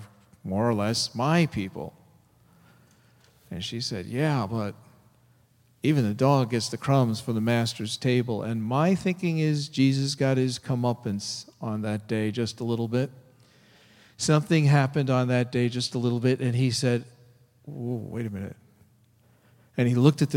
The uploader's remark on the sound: Delivered at First Congregational Church of Oakland, CA on March 23, 2014